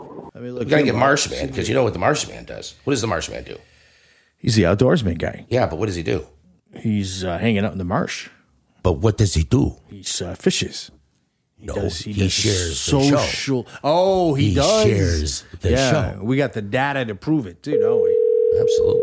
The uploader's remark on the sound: Candid Phone calls